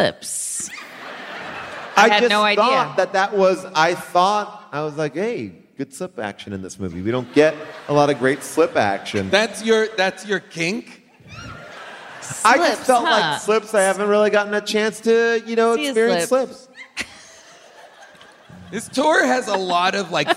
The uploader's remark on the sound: LIVE from the Count Basie in New Jersey